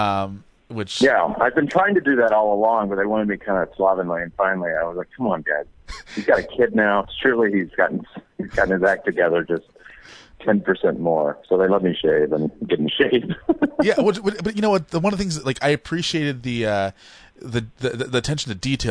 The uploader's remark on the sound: called in to talk